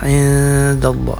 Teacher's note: Ada ikhfa pada kata indallah, nun sukun bertemu dengan huruf dal ya, indallah. Ini ikhfa yaitu samar-samar bunyinya antara nun sukun dengan huruf yang ditemuinya yaitu huruf dal.